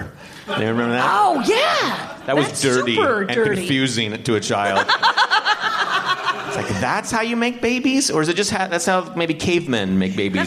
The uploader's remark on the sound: This is the second LIVE Dork Forest taped in Seattle, before a live audience.